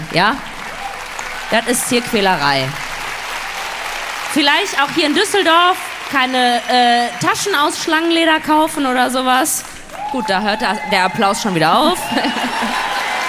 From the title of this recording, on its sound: LIVE in Düsseldorf